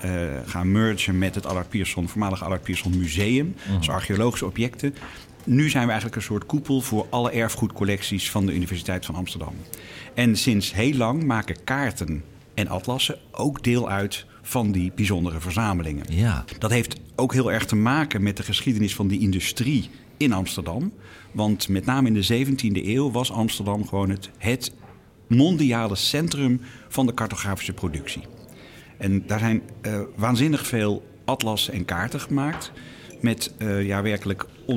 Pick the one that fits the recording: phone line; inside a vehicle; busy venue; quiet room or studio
busy venue